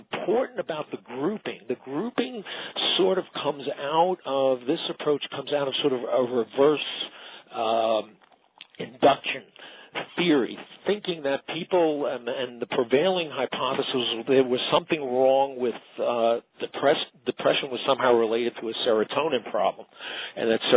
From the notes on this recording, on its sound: Author in the Room® Teleconference